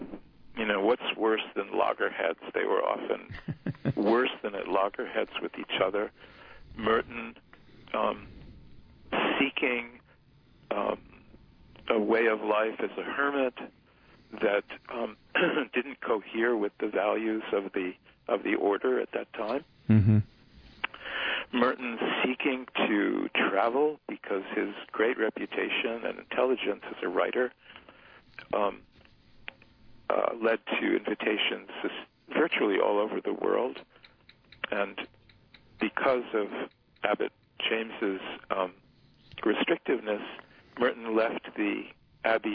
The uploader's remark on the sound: We converse by telephone.